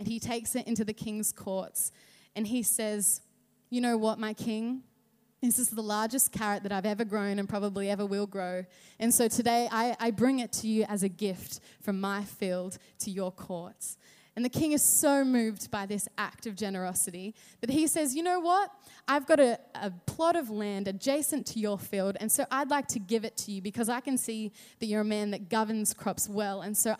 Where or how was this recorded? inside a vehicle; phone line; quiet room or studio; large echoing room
large echoing room